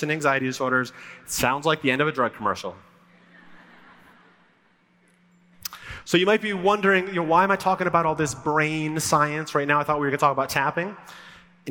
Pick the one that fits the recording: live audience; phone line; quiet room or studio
live audience